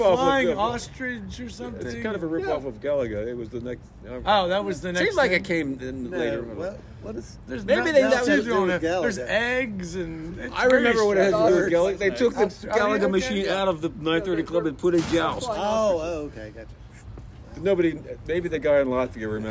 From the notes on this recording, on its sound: we are outside again with the church bells, traffic